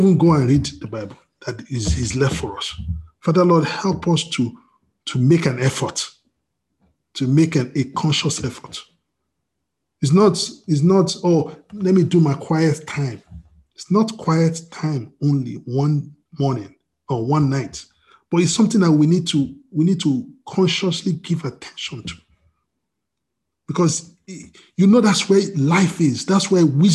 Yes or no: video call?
yes